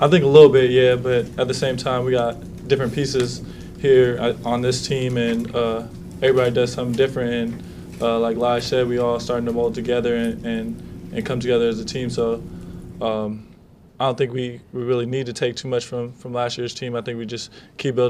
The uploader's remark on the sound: Press Conferences & Post-Game Interviews. Talk after the release of the NCAA bracket on Selection Sunday.